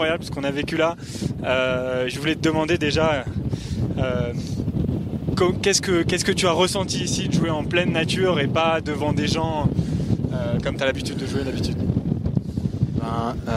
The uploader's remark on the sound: Live at Salar de Uyuni in Bolivia for Cercle. Playing an exclusive live set in world's largest salt flat Salar de Uyuni for Cercle.